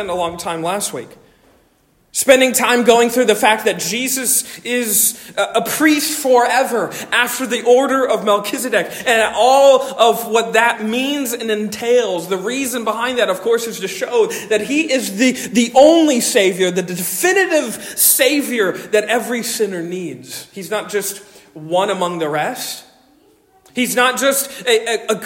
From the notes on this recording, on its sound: Originally delivered 14 May 2023 at Stonington Baptist Church, Paxinos, PA. Originally delivered 14 May 2023 at Stonington Baptist Church, Paxinos, PA.